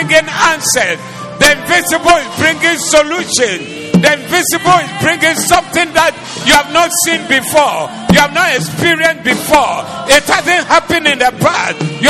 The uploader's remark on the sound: Preached at The Doxa Service